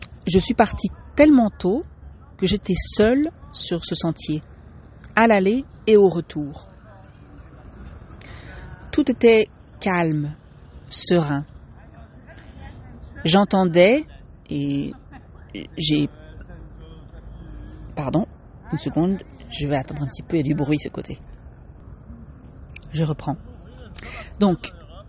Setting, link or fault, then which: setting, outdoors